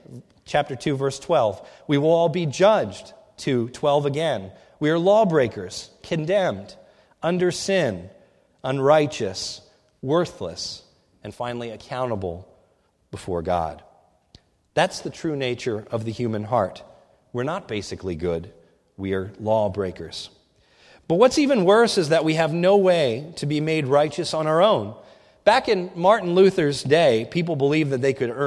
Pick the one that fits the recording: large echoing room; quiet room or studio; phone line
large echoing room